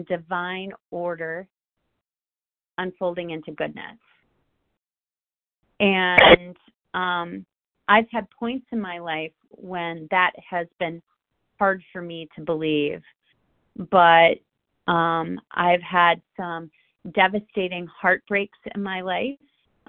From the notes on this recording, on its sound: From the 100 Pounders Phone Meeting.